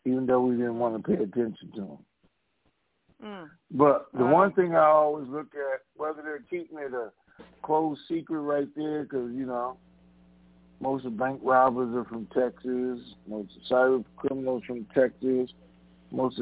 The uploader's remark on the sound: TNTSuperfantastic Conference Call